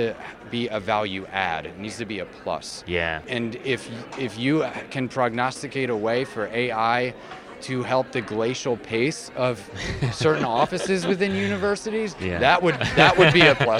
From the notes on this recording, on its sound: This episode was live recorded at the 2023 AMA Symposium for the Marketing of Higher Education in Chicago, Illinois.